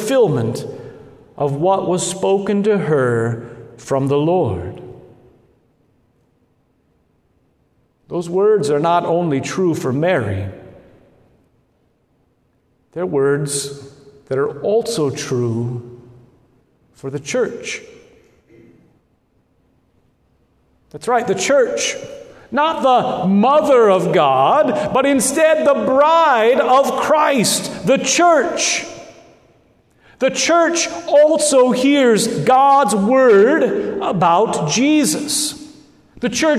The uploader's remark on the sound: Good Shepherd Lutheran Church in Lincoln Nebraska